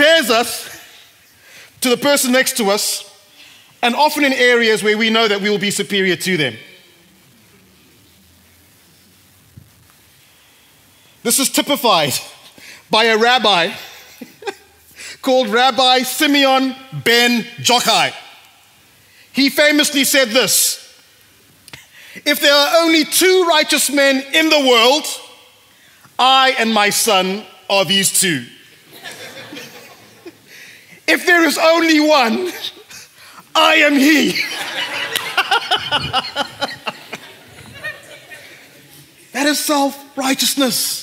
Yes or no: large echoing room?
yes